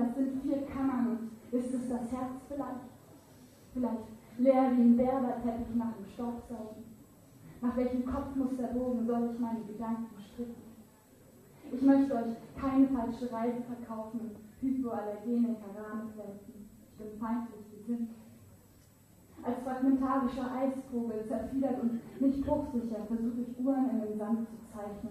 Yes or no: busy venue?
yes